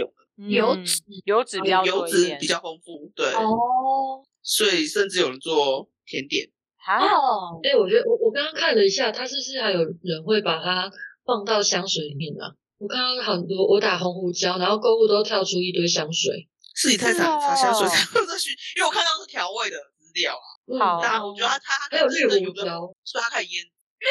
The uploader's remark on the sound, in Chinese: 錄製適逢颱風天，網路不佳影響音訊品質，請見諒！